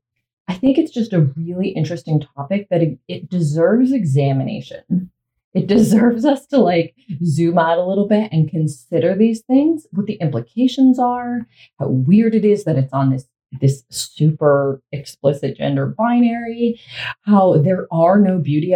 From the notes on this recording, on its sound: This episode and the possibly the next few experience some audio issues; the recording went through the computer instead of the mic so this should be sorted after this batch.